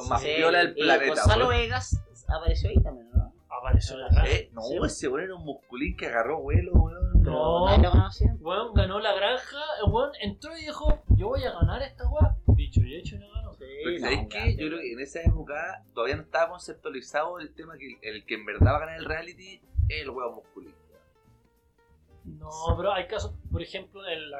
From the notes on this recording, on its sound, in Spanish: Es por ello que perdimos el fin de semana aprendiendo a remasterizar el episodio piloto. Bajamos el db general del audio, para quienes quieren conservar la audición, eliminamos en lo posible algunos ruidos molestos y agregamos una sensual música de ascensor de fondo para ocultar la precariedad del audio.